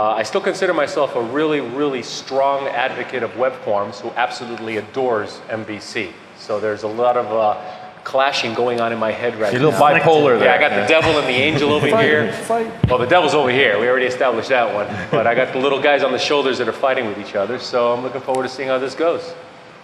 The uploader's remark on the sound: A panel discussion at DevConnections in Las Vegas. Handles questions from the audience.